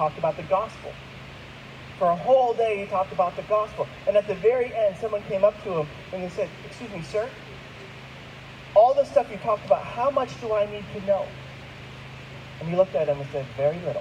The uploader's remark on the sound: There were some technical difficulties in the recording of this week's message. We apologize for the audio quality.